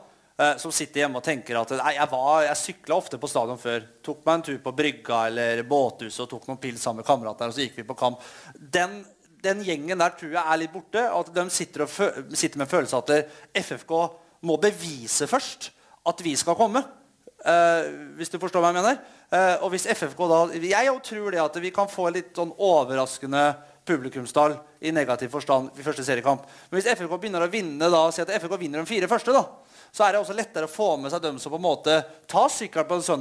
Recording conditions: live audience